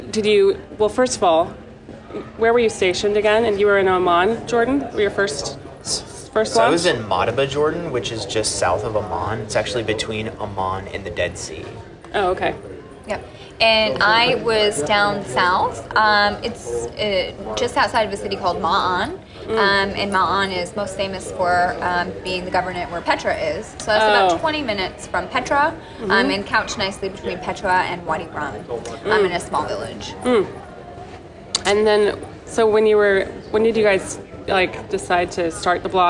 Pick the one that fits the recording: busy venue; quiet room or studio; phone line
busy venue